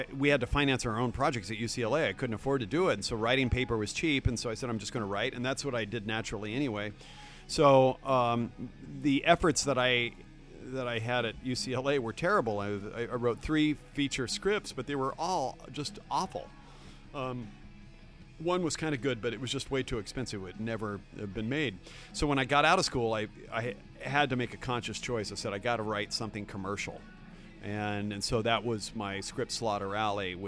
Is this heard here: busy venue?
yes